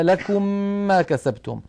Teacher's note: كذلك عندما أدغمنا ميما في ميم كقوله تعالى لكم ما كسبتم، أدغمنا الميم من كلمة لكم في كلمة في الميم من كلمة ما كسبتم، فنشأ عندنا ميم مشددة، وقلنا سابقا إنه لابد من تطويل غنتها حتى تصبح أكمل ما تكون